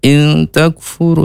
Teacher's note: ditahan dua harokat supaya samar. Kemudian huruf kaf, ini makhrajnya dari pangkal lidah agak ke depan dan hamas atau berdesis. · Term: ikhfa aqrub